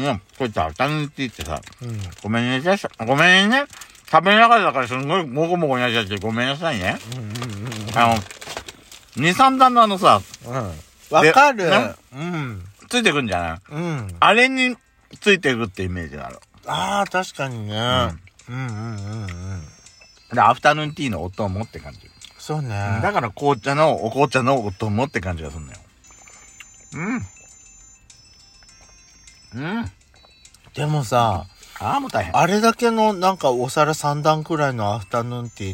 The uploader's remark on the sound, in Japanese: パーキング収録。咀嚼音はご容赦ください。